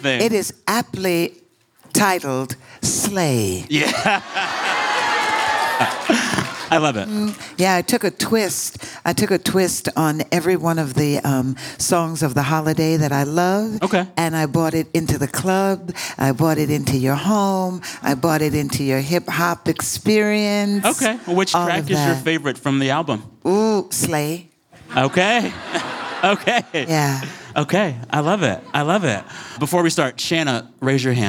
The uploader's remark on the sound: In a live conversation from this year’s Vulture Festival